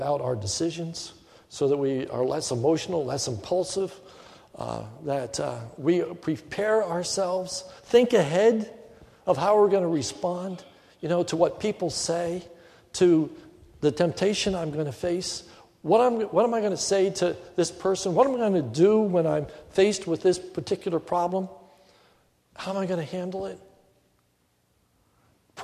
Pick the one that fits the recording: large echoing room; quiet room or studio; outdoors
large echoing room